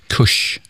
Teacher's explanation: när jag säger då till exempel kurs på skånska, när jag uttalat bakre R och ett S, så blir det kurs eller någonting sånt här.